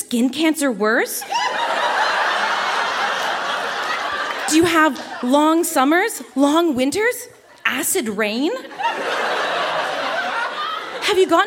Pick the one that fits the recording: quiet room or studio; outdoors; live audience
live audience